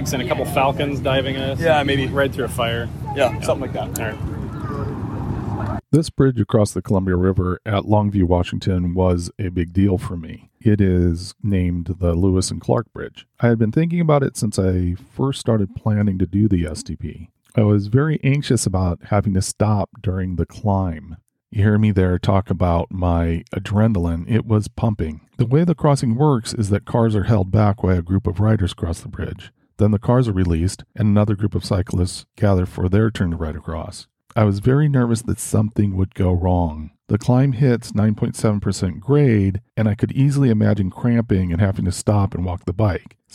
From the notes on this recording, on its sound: takes you on an audio journey from the long-awaited Seattle to Portland (STP) ride, a two day 206-mile cycling pilgrimage.